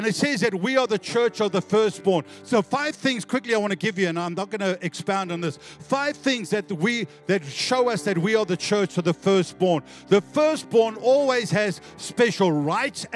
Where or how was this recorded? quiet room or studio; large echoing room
large echoing room